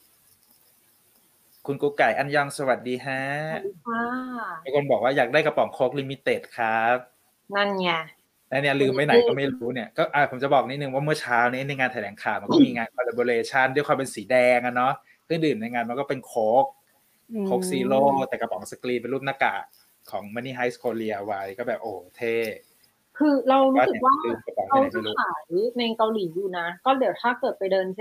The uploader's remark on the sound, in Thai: สดจากโซล เกาหลีใต้. รายการนี้เป็นการทดลองนำรายการสดมาบันทึกเสียงเพื่อลงในเวอร์ชันพอดแคสต์ ทำให้คุณภาพเสียงไม่ได้สมบูรณ์แบบมากนัก มีการพูดซ้อนกันเป็นระยะๆ.